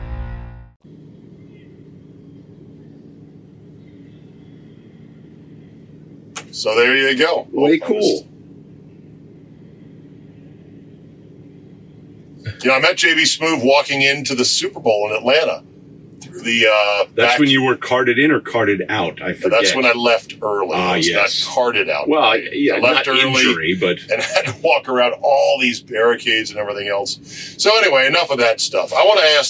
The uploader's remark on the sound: Joined in the van. The Rodecast recorder crashed and lost power. Sub-optimal camera audio exists and was saved!